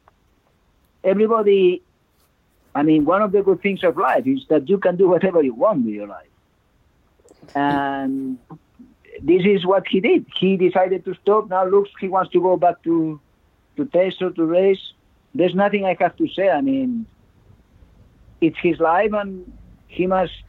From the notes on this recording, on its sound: With much of the world in lockdown as it stands, we instead kick off with a three-way phone call.